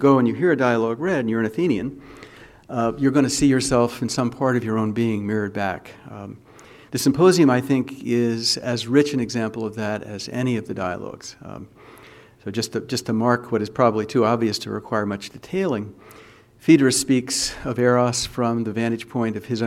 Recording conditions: large echoing room